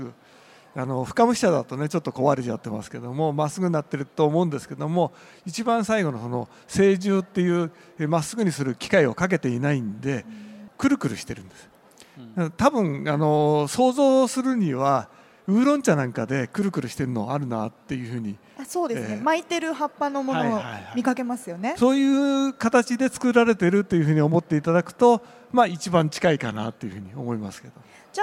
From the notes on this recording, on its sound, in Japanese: CRAFT SAKE WEEK 2023 at ROPPONGI HILLSにて公開収録。